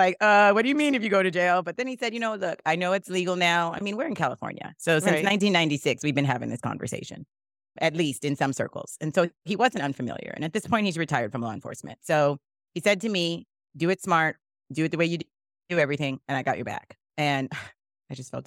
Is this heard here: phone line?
no